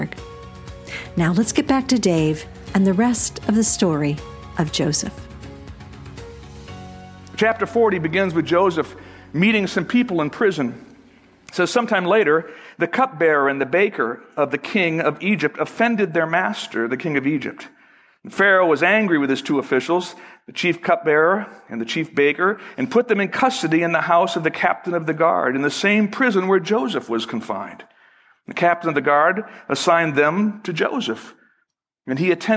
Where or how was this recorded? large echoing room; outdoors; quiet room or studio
large echoing room